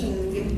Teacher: mivel, hogy torok hangot fogok mondani, G, ezért az N, amikor az N-et mondom, valójában automatikusan hátra megy a nyelvem · Term: torok hang N